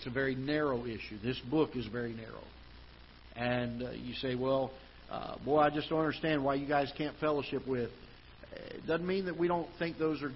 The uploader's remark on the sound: Ketha Heights Baptist Church ~ Live Broadcast